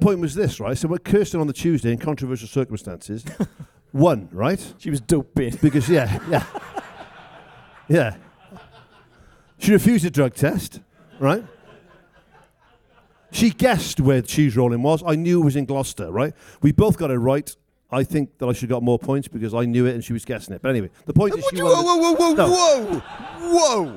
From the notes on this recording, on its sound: This week’s episode was recorded live at the Pod Live festival in London.